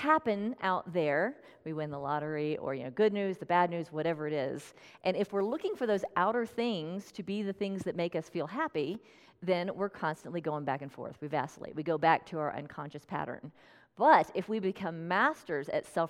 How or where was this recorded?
large echoing room